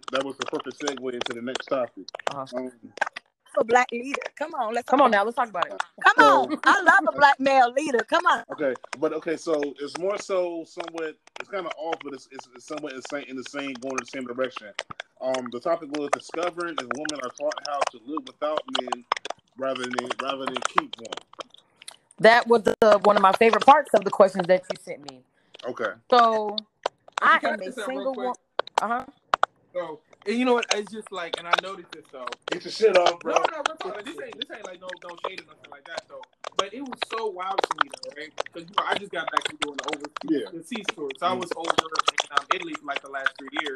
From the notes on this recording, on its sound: Sorry About The Background Noise